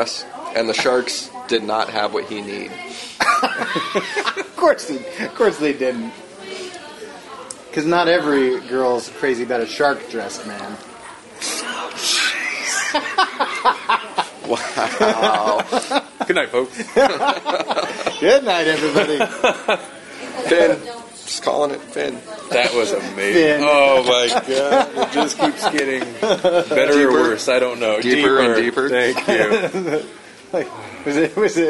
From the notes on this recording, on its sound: OSFest 7 Special. Wild, impromptu hallway podcast session.